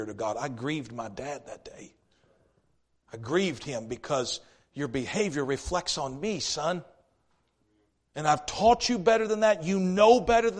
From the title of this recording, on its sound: East River Baptist Church Revival Service